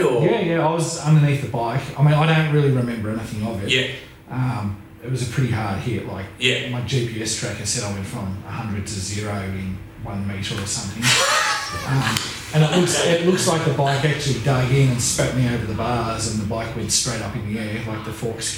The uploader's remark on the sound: Apologies we had a few issues with the rode caster on this ep and had to use the audio from a camera